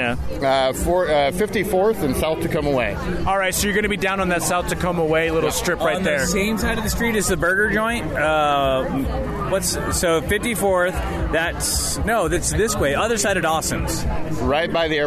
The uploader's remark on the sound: This time the guys recorded from Tacoma’s Art on the Ave 2018. Art on the Ave is Tacoma’s largest art based event that celebrates music and arts along 6th Avenue from State St to Alder.